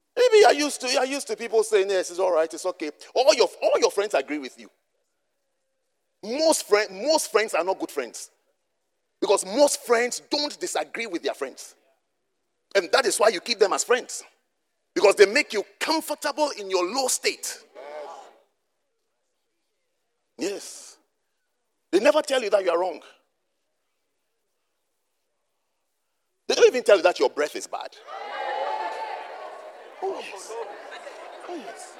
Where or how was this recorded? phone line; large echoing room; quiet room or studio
large echoing room